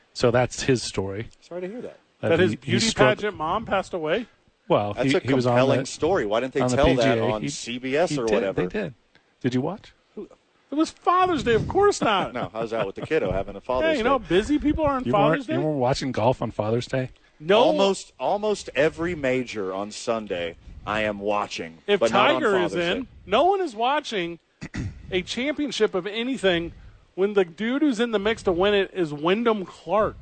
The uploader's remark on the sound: Live from The Duke's Store in Nob Hill.